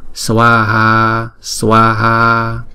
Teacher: Chữ Swaha này là hai âm và mỗi âm là hai nhịp